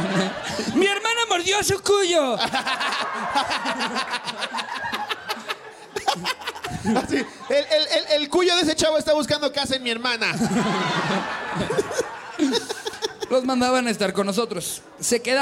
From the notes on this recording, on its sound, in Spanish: en este anecdotario en vivo desde celaya